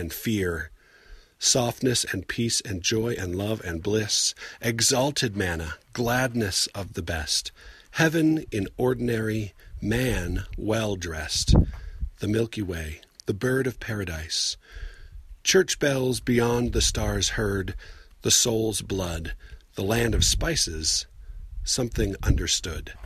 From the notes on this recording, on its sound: Recorded while on the outskirts of the San Rafael Swell, where I could not find anywhere that was completely out of the wind. Even if it isn't a great place to record, it is one of my favorite places.